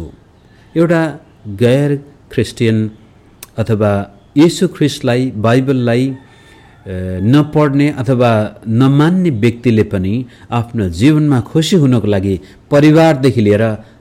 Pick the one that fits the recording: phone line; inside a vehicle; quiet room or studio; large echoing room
large echoing room